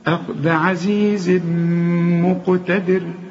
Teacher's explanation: … شوف ضم شفايفك، إدغام كامل بغنة